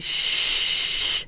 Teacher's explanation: So if we're doing buzzing sounds, we might be shh, like that. Then there's no vocal fold vibration, but there's vibration inside the mouth space